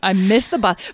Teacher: when you say it in a sentence, I almost don't even say anything at the end